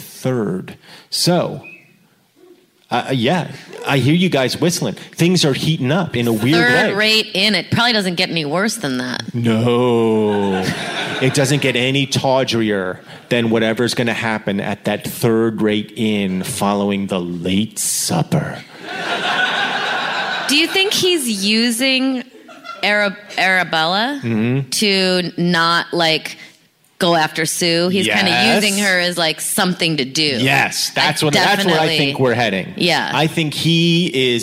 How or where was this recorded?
live audience